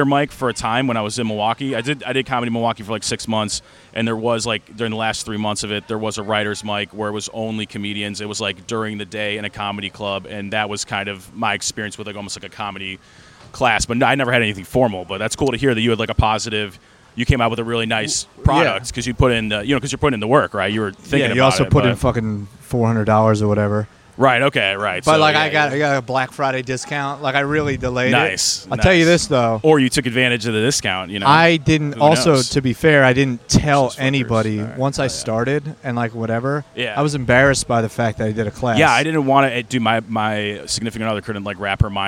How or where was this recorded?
outdoors